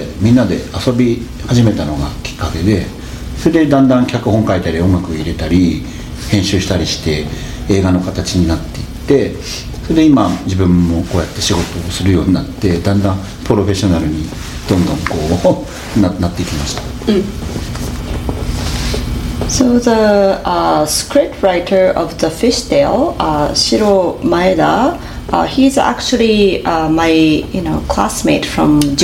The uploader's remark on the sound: spoke at the 2023 Toronto Japanese Film Festival